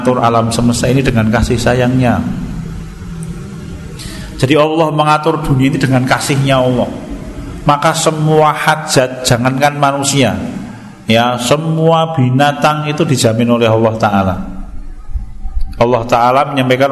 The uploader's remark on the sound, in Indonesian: Di Masjid At Tahkim, Jln KH Ahmad Dahlan, Ngampilan, Yogyakarta rutin setiap hari Jumat selepas sholat magrib sampai dengan isya yang diselenggarakan oleh FKAM Yogyakarta dan Takmir Masjid At Tahkim.